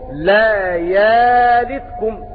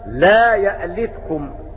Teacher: وأبو عمرو على مذهبه في التحقيق والإبدال فيقرأ أبو عمرو هكذا لا يألتكم لا يالتكم بإبدال الهمزة ألف لفتح ما قبلها · Shown in: first take